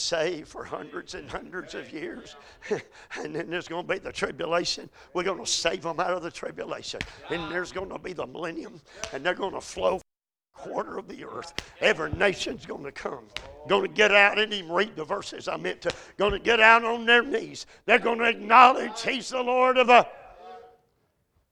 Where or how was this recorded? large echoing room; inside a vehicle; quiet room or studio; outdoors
large echoing room